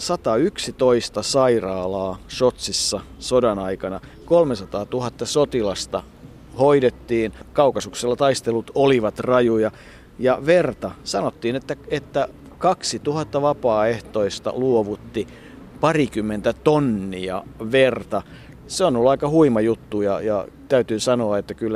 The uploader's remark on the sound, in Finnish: Äänityskohteeksi valikoitui varsin oivallinen ja kompaktin kokoinen kaupungin museo.